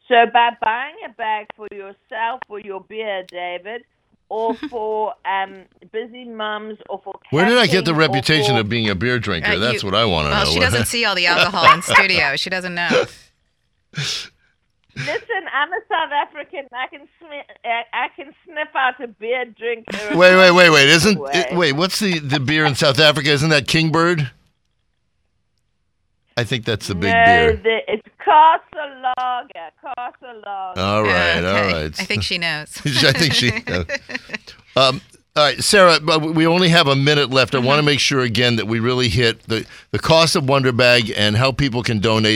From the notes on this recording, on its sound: Our first guest is in the studio! Calls in from the United Kingdom.